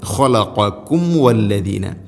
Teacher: സാക്കിനായ മീമിന് ശേഷം വ രണ്ട് ചുണ്ടുകൾ തമ്മിൽ തട്ടിച്ച് മീമിനെ പൂർണ്ണമാക്കി ഉച്ചരിക്കണം. ഖലഖക്കും വല്ലദീന വല്ലദീന വല്ലസീന അല്ല വല്ലദീന.